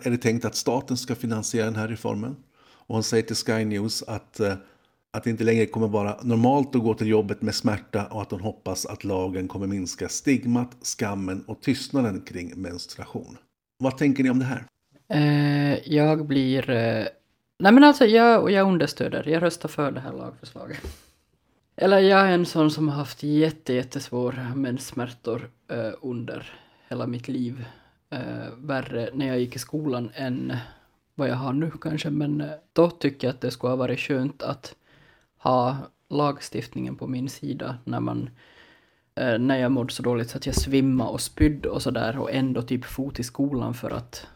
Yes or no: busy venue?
no